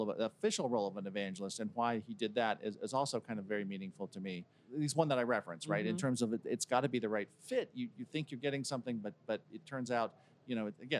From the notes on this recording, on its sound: This episode was taped live at VMworld